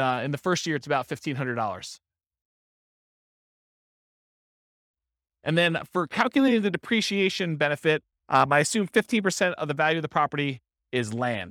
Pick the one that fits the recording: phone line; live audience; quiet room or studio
live audience